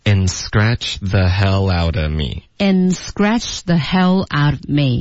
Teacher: and 我们就弱读成 n，然后 scratch 的这个的省略，彻底的省